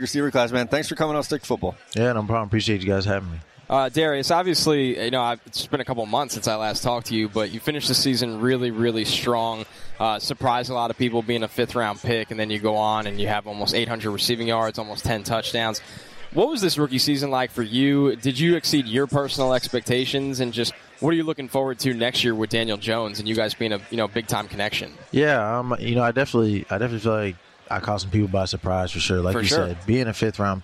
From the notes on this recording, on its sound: Wild Interviews From Miami. Back on radio row.